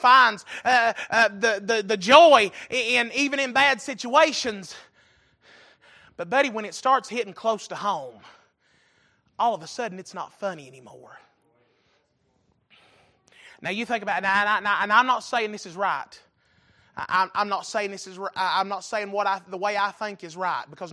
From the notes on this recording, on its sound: Recorded November 6, 2022 - Sunday Evening Service